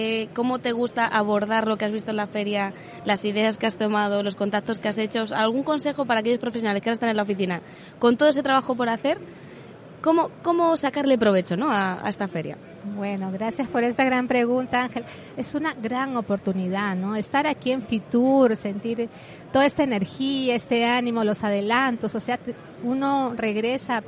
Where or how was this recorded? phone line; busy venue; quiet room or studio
busy venue